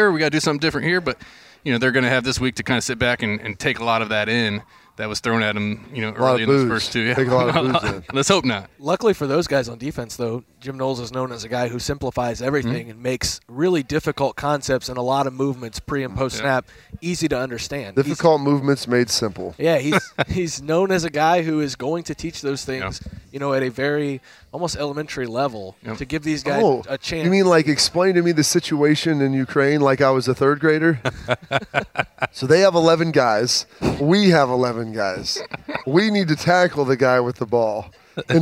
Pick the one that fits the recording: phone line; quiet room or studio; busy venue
busy venue